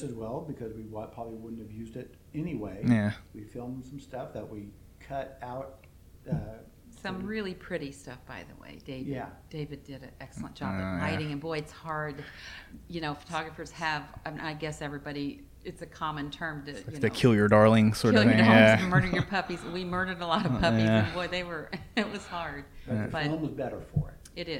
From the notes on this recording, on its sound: Unfortunately we had a bit of trouble with audio levels in this one. Certain parts are a bit lower than others.